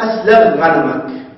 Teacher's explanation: الخاء تدغم في الغين